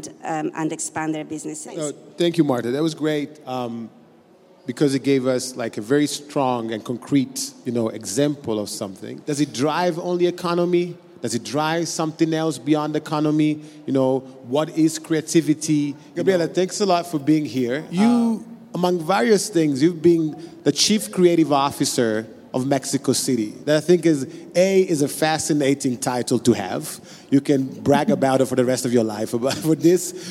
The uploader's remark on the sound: Today’s episode was recorded during the last Milano Design Week in a panel discussion